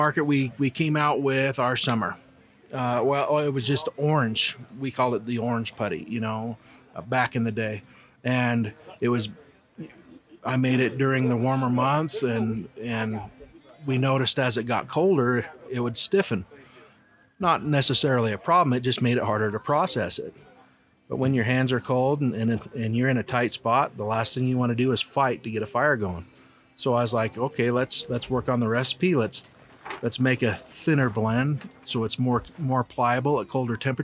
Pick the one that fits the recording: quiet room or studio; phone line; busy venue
busy venue